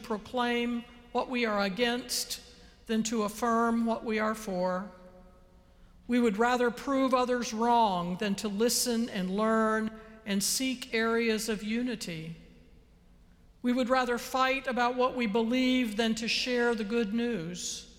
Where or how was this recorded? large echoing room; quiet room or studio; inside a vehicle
large echoing room